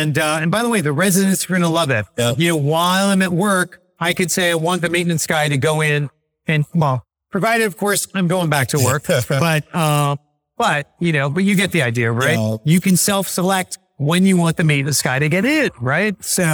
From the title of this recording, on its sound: LIVE at Optech